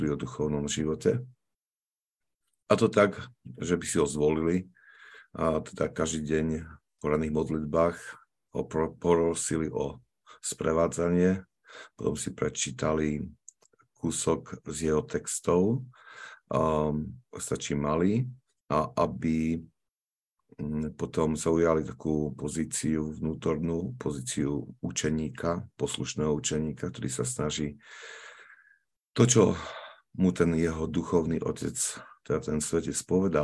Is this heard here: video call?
yes